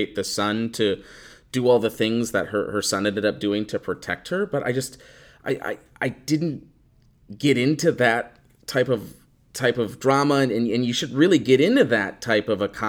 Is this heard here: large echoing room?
no